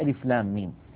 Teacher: لام مفتوحة بعدها ألف بعدها ميم ساكنة، وبعدها في النطق ميم، ميم تتألف من ثلاثة أحرف، ميم مكسورة بعدها ياء ساكنة بعدها ميم ساكنة، لام آخرها ميم ساكنة، وميم أولها ميم مكسورة، فندغم الميم · Term: مد لازم حرفي